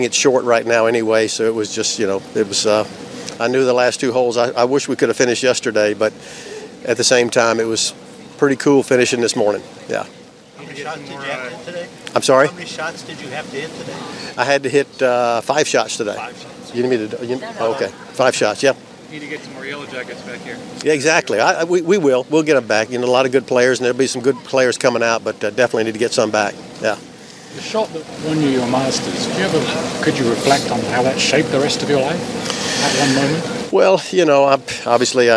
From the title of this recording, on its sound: "LIVE" FROM THE MASTERS